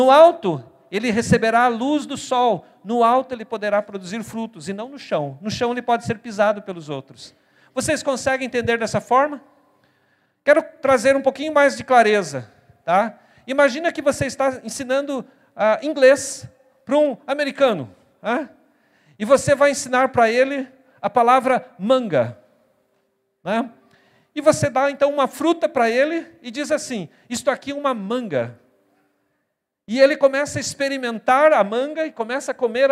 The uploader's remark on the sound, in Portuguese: na Igreja ABA Curitiba (Transmitido ao vivo)